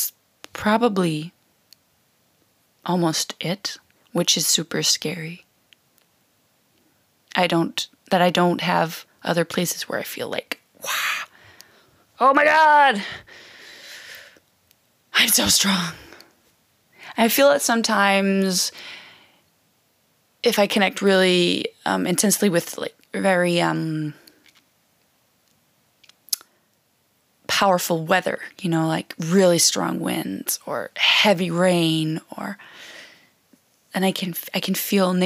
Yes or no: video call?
no